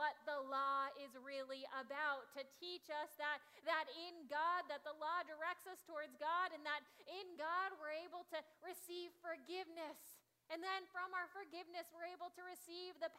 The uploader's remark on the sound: Audio from the 9am service. Zion United Church of Christ.